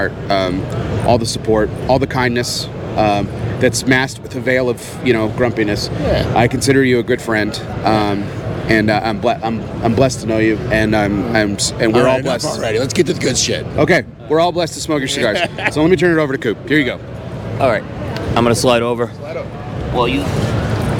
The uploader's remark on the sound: PCA 2023. It was no surprise that the Dunbarton booth was bustling with activity. As he gave us a 36-minute interview at PCA.